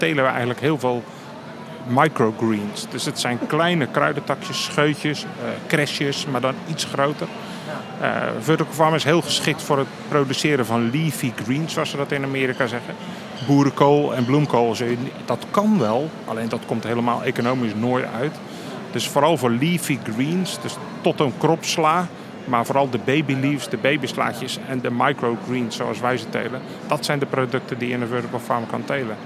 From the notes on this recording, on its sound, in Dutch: Vandaag live vanaf de Horecava